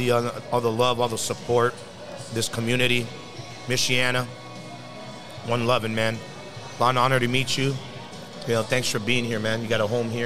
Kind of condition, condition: setting, busy venue